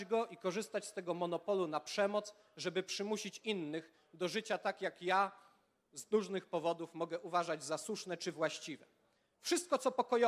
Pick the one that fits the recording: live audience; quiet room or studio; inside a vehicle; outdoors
live audience